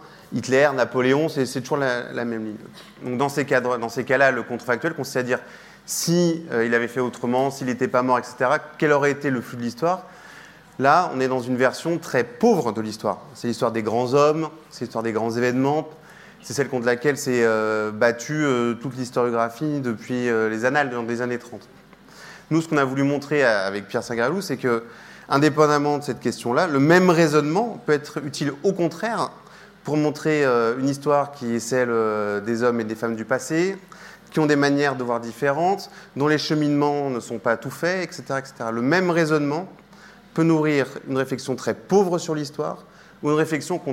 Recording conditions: large echoing room